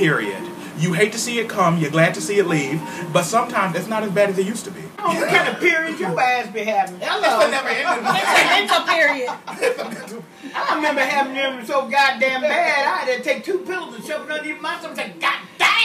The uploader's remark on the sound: We put the recorder in the middle of the table and just started talking, so we apologize if there's a little background noise.